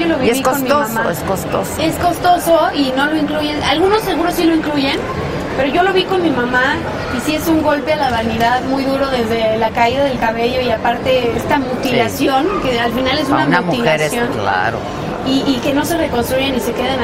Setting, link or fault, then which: setting, busy venue